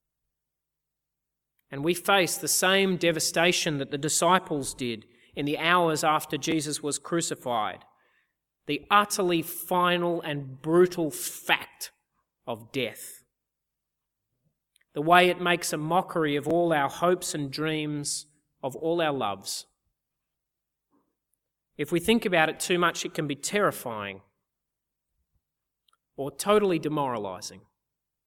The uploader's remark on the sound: Easter Sunday 2014 - Audio. At the CIG Easter Sunday service in 2014.